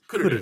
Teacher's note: it's Kururu with the accent on the first syllable